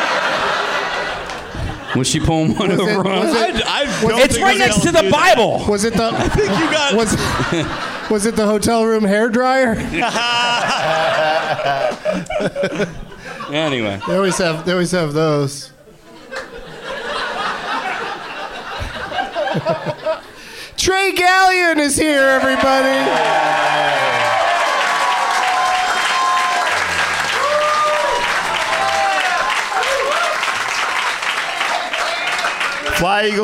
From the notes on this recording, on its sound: Live from the Helium Comedy Club in Philadelphia